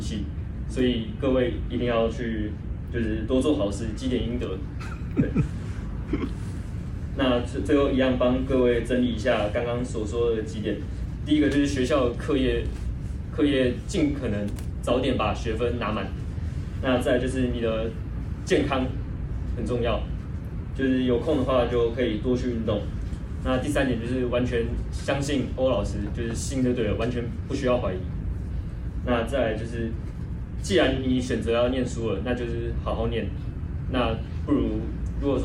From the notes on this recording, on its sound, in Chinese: 課堂分享錄音, 聲音並不是好, 還請見諒